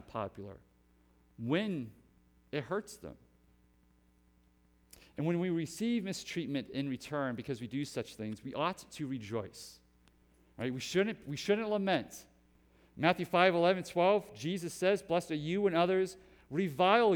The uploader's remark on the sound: Preached at Hope Community Church, West Salem, WI